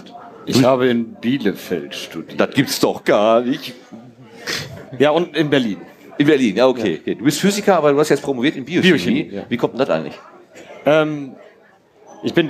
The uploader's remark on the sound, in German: Wisspod-Quiz (33c3-sendezentrum). Wir werden auf der Sendezentrums-Bühne interessante Gäste aus dem Bereich des Wissenschaftspodcasting aber auch der Wissenschaftskommunikation haben. Gemeinsam mit dem Publikum ein Jeopardy-Quiz veranstalten. Dabei gilt es mit Hilfe von Audioauschnitten aus Wissen{schaft}spodcasts die dort behandelten Themen zu erraten.